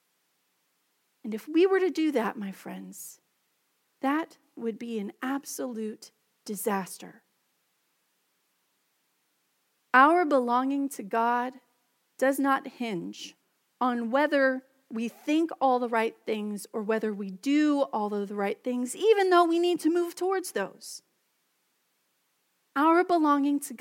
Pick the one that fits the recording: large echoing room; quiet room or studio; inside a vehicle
large echoing room